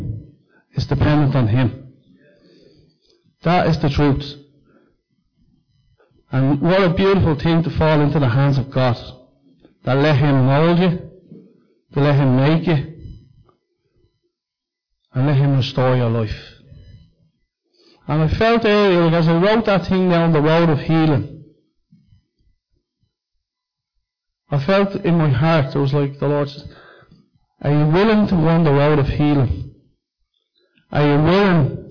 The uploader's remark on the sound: Recorded live at Liberty Church